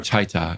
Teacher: Once a baby gets control of their tongue just slightly, then if you touch it to the back of the top of the teeth, you'll get a T or a duh as you stop the airflow. And sure enough, all over the world, we get words for dad or father with a T sound. · Term: T or D sound